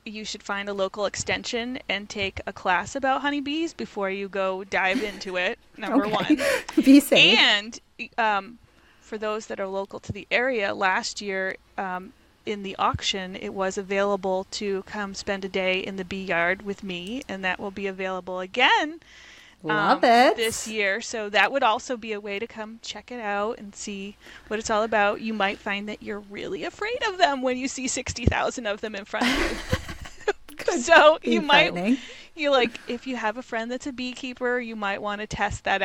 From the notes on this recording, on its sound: live from her beehives